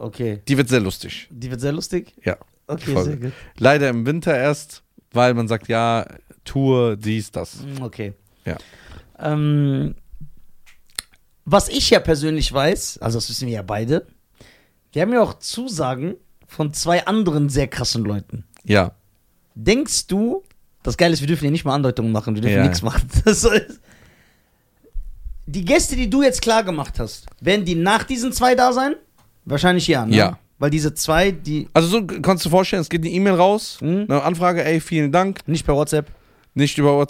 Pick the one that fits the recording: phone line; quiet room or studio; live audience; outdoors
quiet room or studio